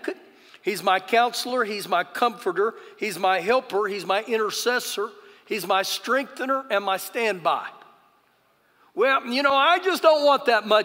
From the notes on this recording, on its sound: Recorded live during our Sunday morning service